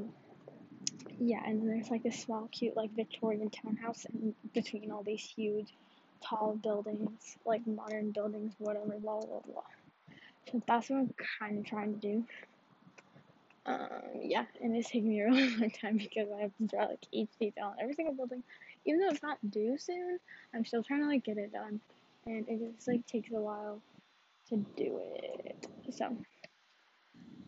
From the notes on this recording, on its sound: After being on hold in my phone but then I switched AirPods and it sounds like I’m on a phone call.